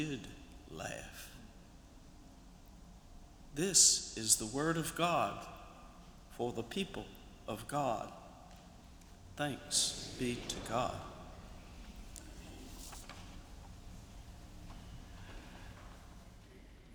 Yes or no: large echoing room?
yes